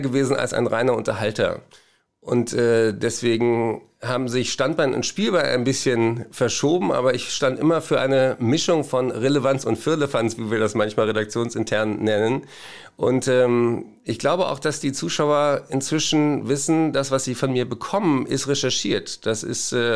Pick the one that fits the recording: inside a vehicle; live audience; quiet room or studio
quiet room or studio